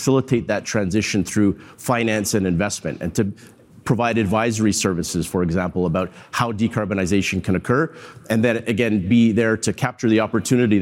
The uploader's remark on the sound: participated in a panel at the IBM THINK conference